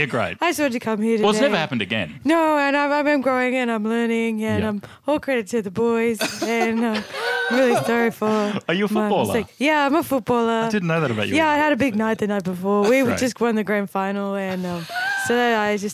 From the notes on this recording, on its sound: Recorded at Comedy Republic. Recorded at Comedy Republic.